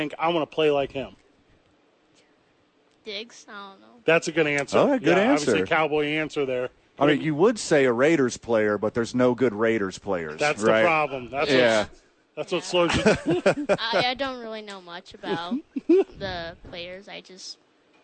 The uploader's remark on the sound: live from The Albuquerque Duke Store